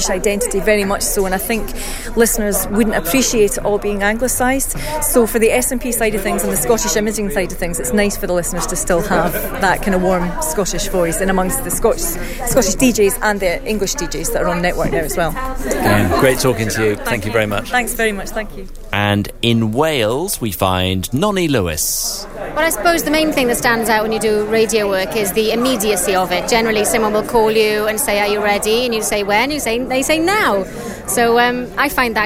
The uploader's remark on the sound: Earshot Creative Review at Vox 2013. For the first show in the new run we’re at Vox, the annual conference for voiceovers.